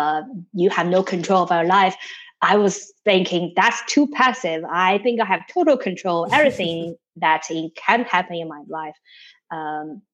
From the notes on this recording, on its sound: chats via video call